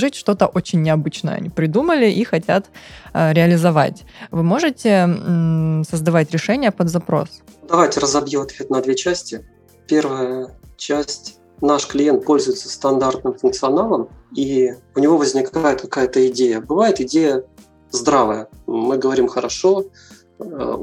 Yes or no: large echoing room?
no